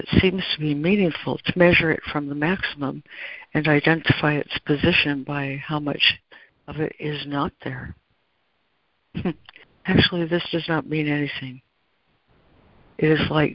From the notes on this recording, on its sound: ACIM Daily Conference Call